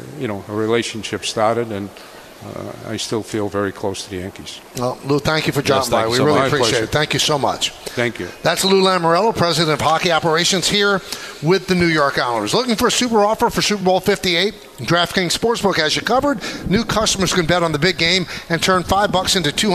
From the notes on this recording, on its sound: live from UBS Arena